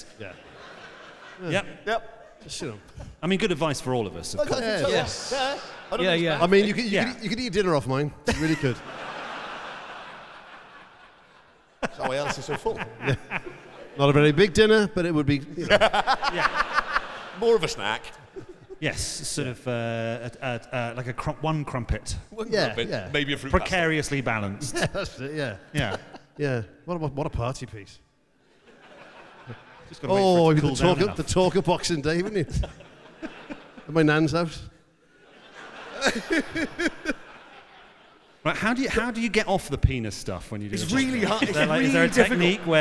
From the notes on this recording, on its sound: Live At The William Aston Hall, Wrexham.